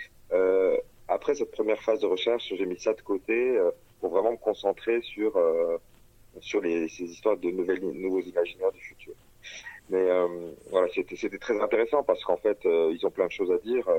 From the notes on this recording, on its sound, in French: Interview téléphonique.